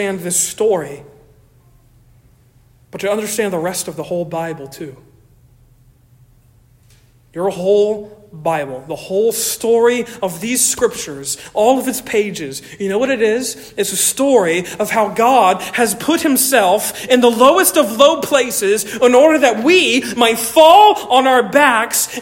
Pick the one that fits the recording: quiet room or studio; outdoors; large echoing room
large echoing room